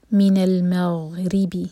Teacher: غین پر جھٹکا نہ آئے اور راک کسرہ باریک